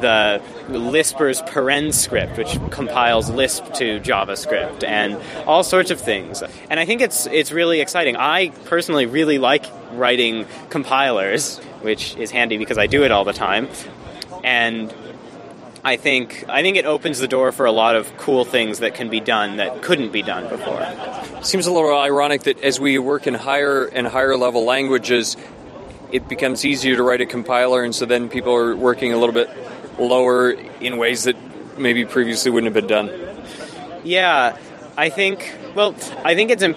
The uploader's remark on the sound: From the RubyFringe conference in Toronto.